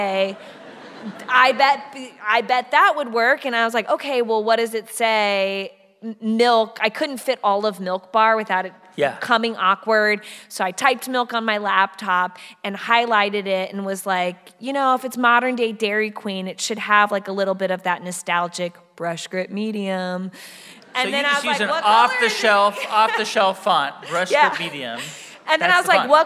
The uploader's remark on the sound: This show was recorded live at The Town Hall in New York City.